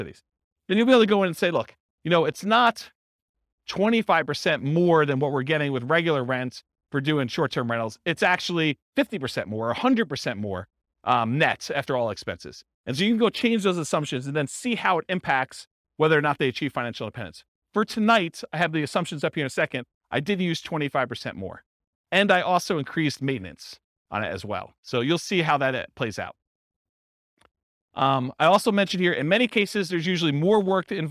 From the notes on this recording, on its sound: This was a live class recorded